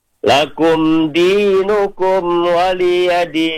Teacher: mimnya ketemu dal, mim ketemu wawu, itu dibacanya idhar syafawi. Jadi tidak boleh didengungkan atau ditahan lama-lama.